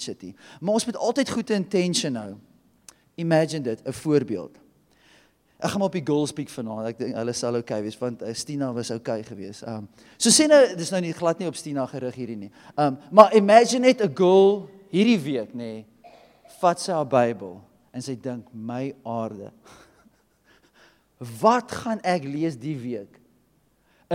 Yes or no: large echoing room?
yes